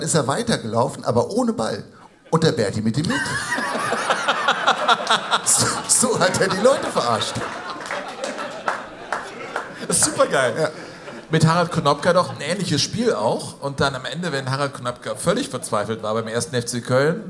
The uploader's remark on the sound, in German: Jogo Bonito live in Moers. Live-Show aus dem Bollwerk in Moers.